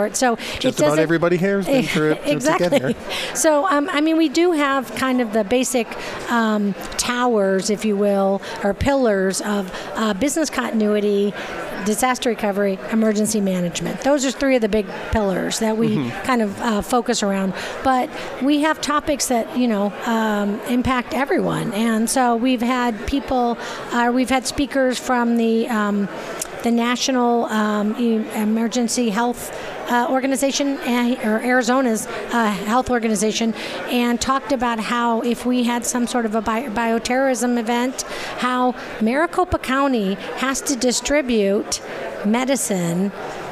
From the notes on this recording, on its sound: Live From Disaster Recovery Journal. Broadcasting live from DRJ 2018 in Phoenix Arizona.